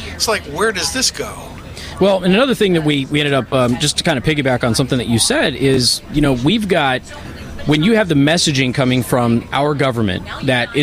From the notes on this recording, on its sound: Live From Washington DC. FAIRus.org is hosting its annual 'Hold Their Feet To The Fire' conference. I'm broadcasting live from radio row.